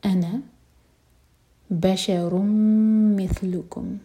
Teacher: बशरुम मिथलुकुम रॉ की तनवीन के बाद मीम तो हम करेंगे इदगाम गुन्ना के साथ मीम को होल्ड किया जाएगा